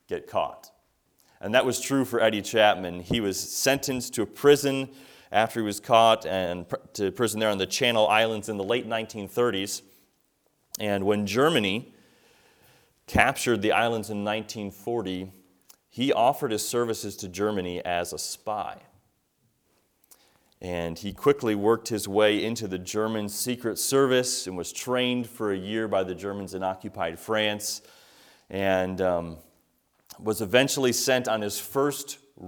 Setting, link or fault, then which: setting, large echoing room